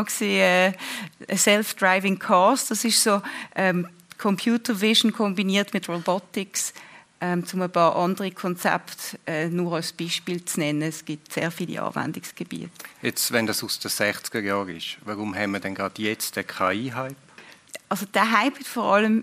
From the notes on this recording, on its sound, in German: Im Live-Podcast anlässlich der Weiterbildungsveranstaltung zum Thema Digitalisierung des Straf- und Strafprozessrechts.